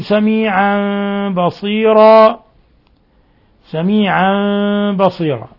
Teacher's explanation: وكان الله سميعا بصيرا، سميعا بصيرا، تنوين فتح جاء بعده الباء الحكم التجويدي، الحكم التجويدي إقلاب، إقلاب، حيث قلبنا النون التنوين ميما مخفى. ثم بصيرا تنوين الفتح وقفنا عليه فأبدلناه ألفا بما يسمى مد العوض ومددناه حركتين عند سائر القراء، بصيرا فقط.